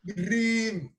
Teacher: with the full accent and rolled R